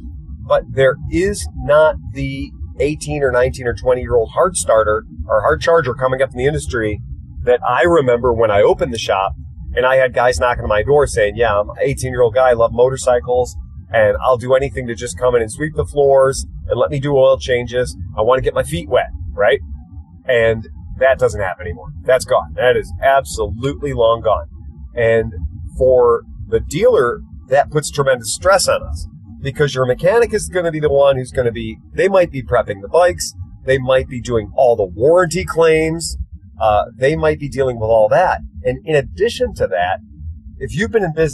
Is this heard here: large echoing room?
no